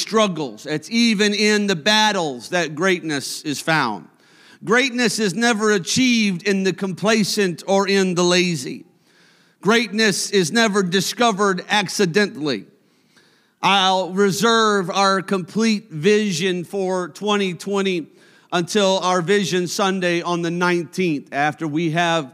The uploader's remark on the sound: a service recording from Connect Point UPC